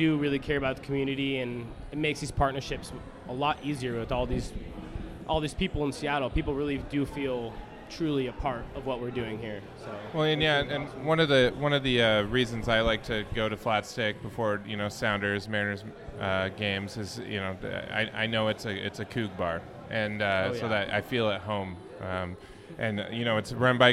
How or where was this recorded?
busy venue